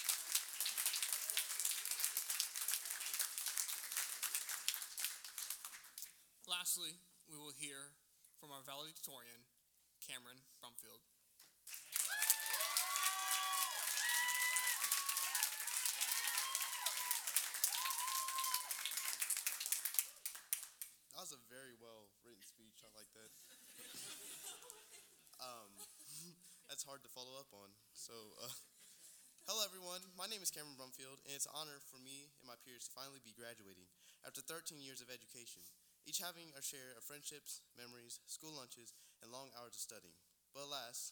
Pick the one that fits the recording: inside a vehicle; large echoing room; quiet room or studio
large echoing room